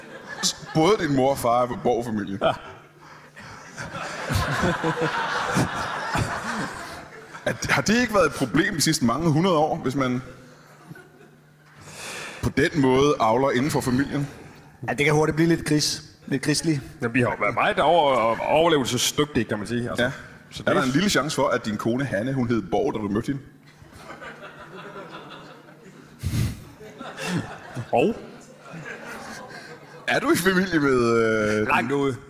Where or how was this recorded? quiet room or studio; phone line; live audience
live audience